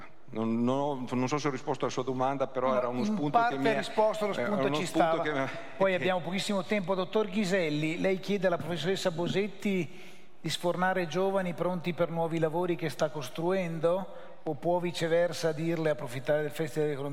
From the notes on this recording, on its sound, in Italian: al Festival dell'Economia di Trento 2021